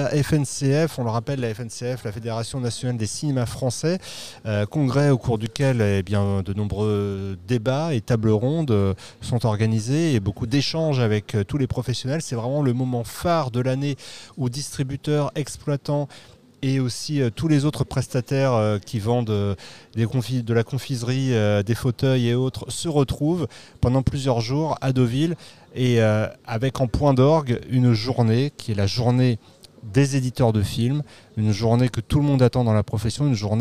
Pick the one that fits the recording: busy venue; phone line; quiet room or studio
busy venue